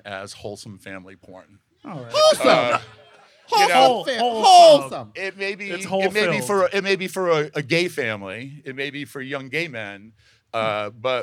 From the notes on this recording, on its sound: Live from CCBC in Cathedral City. Deliver a poolside episode of Sloppy Seconds.